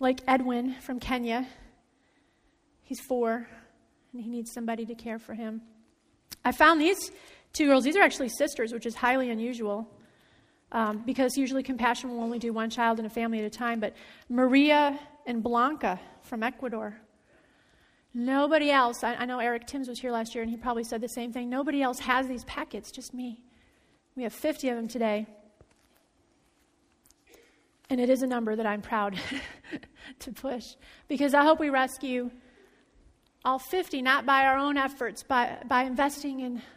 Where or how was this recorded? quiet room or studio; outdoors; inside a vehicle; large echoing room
large echoing room